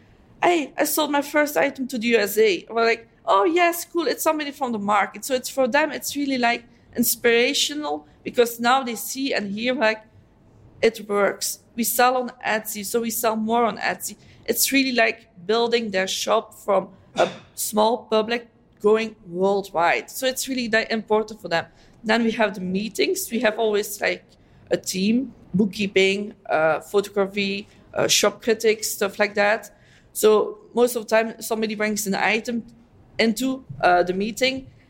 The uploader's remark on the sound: Three European Team Captains take the stage. Recorded live at Etsy’s European Captains’ Summit in Warsaw, Poland.